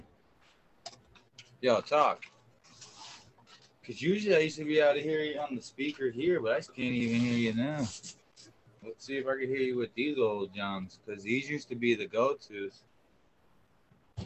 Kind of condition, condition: fault, poor sound quality